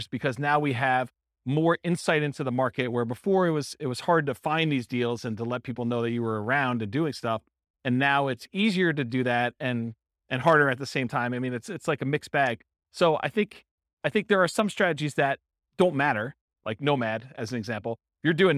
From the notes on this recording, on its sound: This was a live class recorded